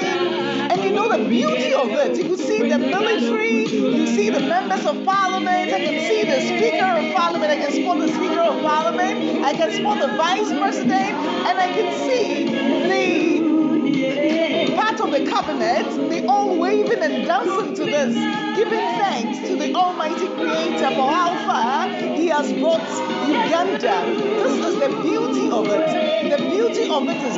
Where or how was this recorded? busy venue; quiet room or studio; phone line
busy venue